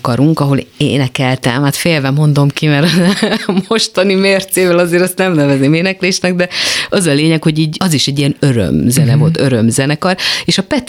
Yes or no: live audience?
no